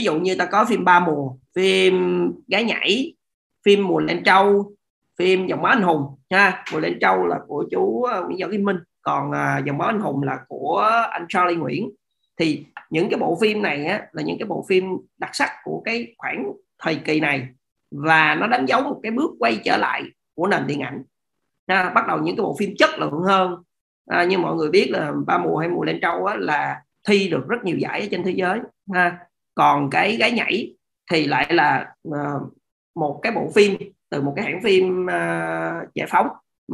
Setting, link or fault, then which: link, video call